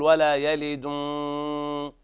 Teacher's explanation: المد خرج عندك من الخيشوم فيه غنة، وهذا خطأ، لا بد من معالجة هذا وضم الشفتين ضمة كاملة.